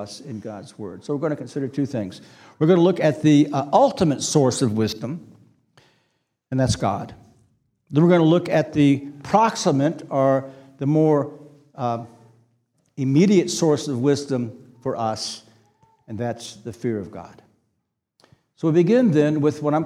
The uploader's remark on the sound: This sermon was preached on August 20, 2023 at Antioch Presbyterian Church, a mission work of Calvary Presbytery of the Presbyterian Church in America located in Woodruff, South Carolina.